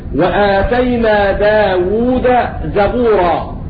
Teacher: لم تضغم الدال في الزاي لأنها مفتوحة بعد ساكن